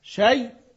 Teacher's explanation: أقول شيء لأنها شدد، أصبح عندي يائين وأدغمتهم في بعض · Term: الإدغام